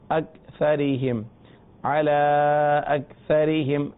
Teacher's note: اب یہاں قاف نہیں ہے، کاف ہے. قلقلہ قاف میں ہوتا ہے، کاف میں نہیں ہوتا. اکثریہم نہیں پڑھنا، اگر قاف ہوتا اکثریہم پڑھتے، لیکن یہاں کاف ہے.